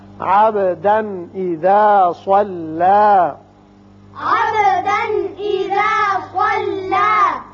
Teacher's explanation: عبدن اذا صلى، عبدن اذا صلى، تنوین کے بعد حمزہ بشکل الف ہے، یہاں اظہار حلقی ہوگا، وقت کی صورت میں صلى، ایک الف کے برابر لمبا کریں گے